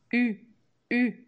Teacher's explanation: Em francês, pour écrire le son U, para escrever o som U, como se fosse em português a letra U, a gente precisa obrigatoriamente de duas letras e elas precisam ser O, U, a letra O com a letra U, O, U, O, U. Agora, o som da letra U sozinha é mais agudo, um pouco mais é, mais para cima, a gente pode dizer, como se ele tivesse um trema no U.